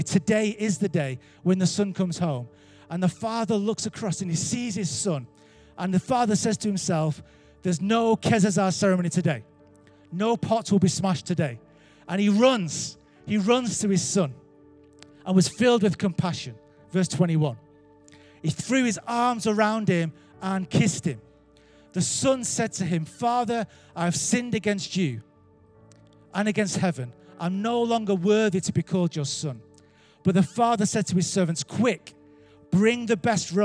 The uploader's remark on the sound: Recorded Live at Life Church Lancashire